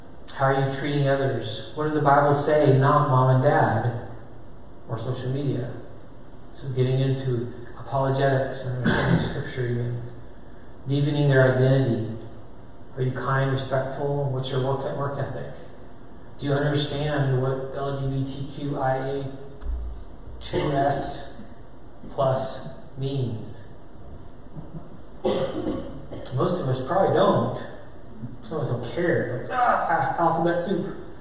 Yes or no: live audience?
yes